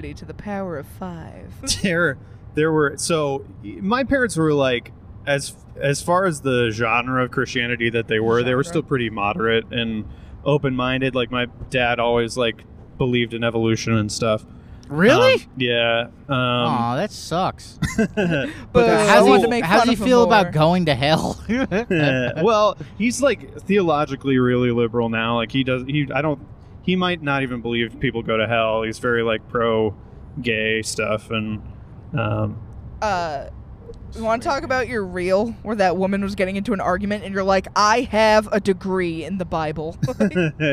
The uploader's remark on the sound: To pass the time on the 700 hour drive to western, MA we recorded a pod